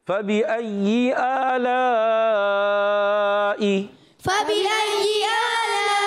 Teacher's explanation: فا کا مخرج ہے اوپر والے دانتوں کے کنارے، نیچے والے ہونٹ کے تر حصے سے فا ادا ہوتا ہے، اور با ادا ہوتا ہے دونوں ہونٹوں کے تری والے حصے سے۔